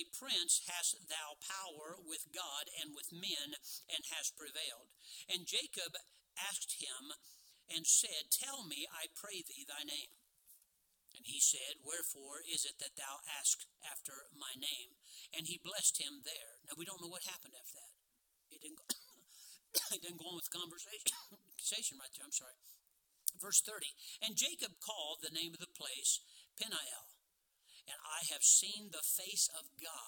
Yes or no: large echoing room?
yes